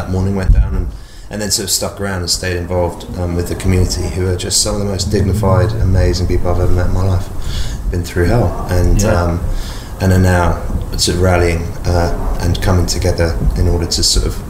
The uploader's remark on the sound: Backstage interview. Backstage at their Melbourne concert.